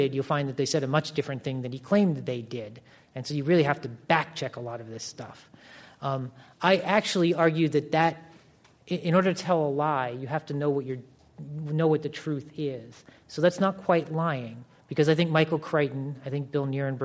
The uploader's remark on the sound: This program was recorded in front of a live audience in San Francisco at The Commonwealth Club.